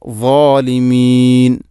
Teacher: മുൻപല്ലുകളുടെ ഇരു നിരയാണ് അതിൻ്റെ മഹ്റജ്, നാവിൻ്റെ അറ്റം. അതോടൊപ്പം നാവിൻ്റെ മധ്യഭാഗം അണ്ണാക്കിലോട്ട് ഉയർന്നു വരിക എന്നുള്ളതും.